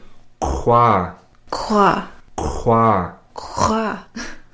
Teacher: It's the back of the mouth, not the back of the throat, but the back of the mouth. It's almost like if you were to gargle water.